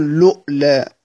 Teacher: بلام مضمومة ثم همزة ساكنة